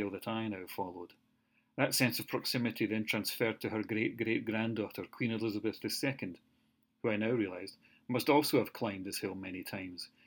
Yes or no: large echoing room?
no